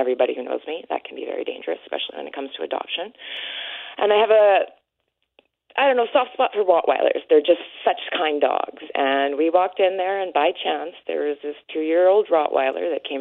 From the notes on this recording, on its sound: Opened up to phones for listeners to share their stories about their pets.